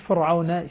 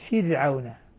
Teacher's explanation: الفاء مكسورة والراء مرققة · Shown in: second take